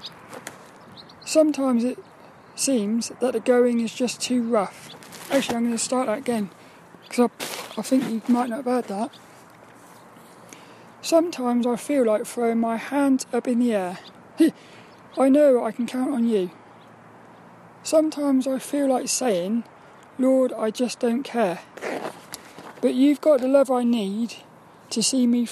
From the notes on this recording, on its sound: Walk and Talk. There were lots of birds out playing.